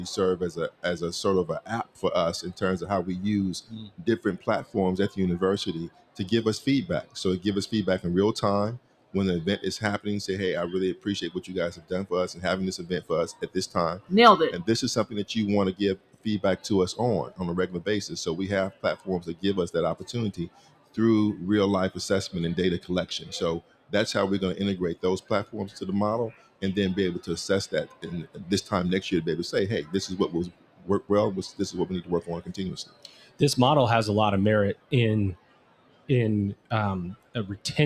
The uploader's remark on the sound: In this episode, recorded LIVE from the Anthology Together 2023 #AT23 Conference in Nashville, Tennessee!